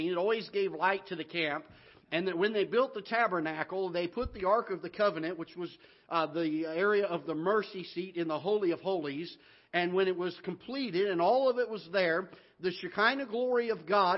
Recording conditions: large echoing room